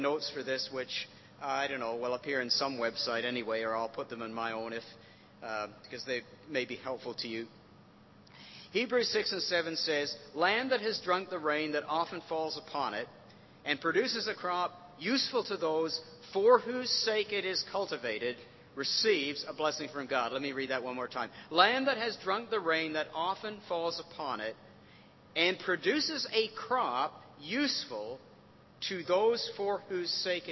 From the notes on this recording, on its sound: recorded at North 2013 an event organised by ChristCentral, part of Newfrontiers.